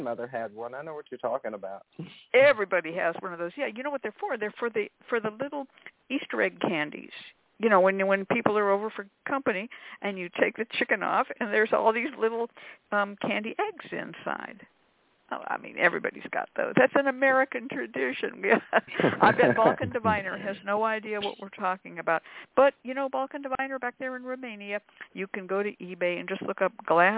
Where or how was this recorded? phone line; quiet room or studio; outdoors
phone line